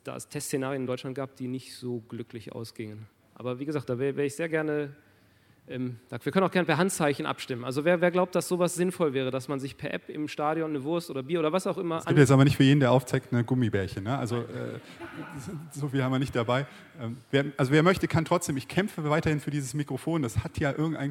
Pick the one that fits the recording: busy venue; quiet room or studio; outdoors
busy venue